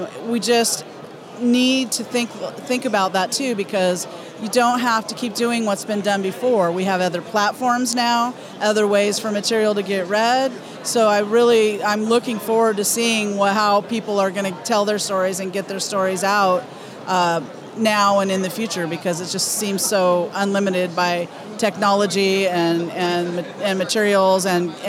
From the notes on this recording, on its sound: at New York Comic Con NYCC 2017!